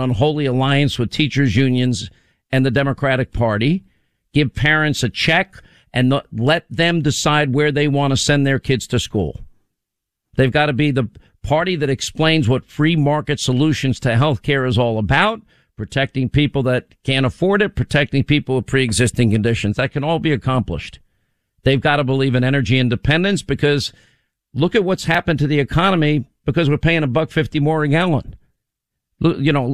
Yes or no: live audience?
no